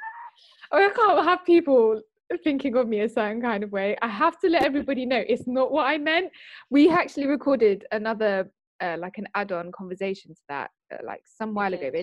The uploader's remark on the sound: The girls sit down together at the virtual roundtable one last time.